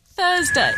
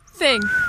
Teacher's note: Also, slight whistles on her T's.